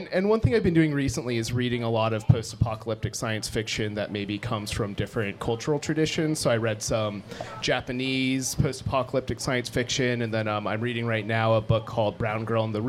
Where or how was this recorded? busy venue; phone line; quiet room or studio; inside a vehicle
busy venue